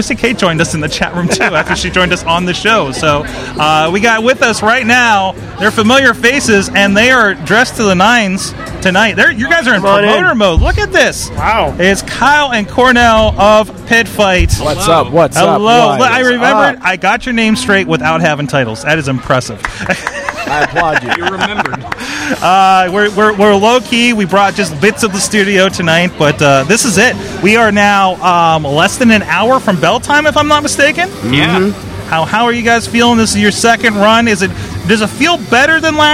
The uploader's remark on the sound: LIVE from Pitt Fight. A LOT of guests dropping by out table.